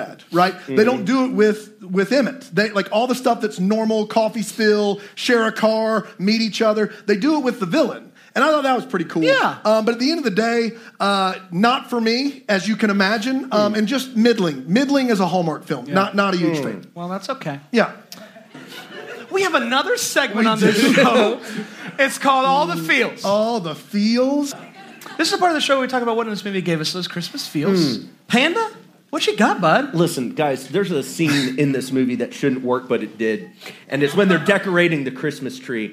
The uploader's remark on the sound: Here is our live show episode. If you made it out, thanks for making it such an amazing evening!